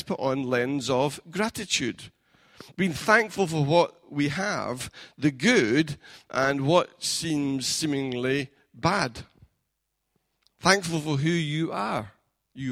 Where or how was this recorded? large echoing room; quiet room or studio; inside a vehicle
large echoing room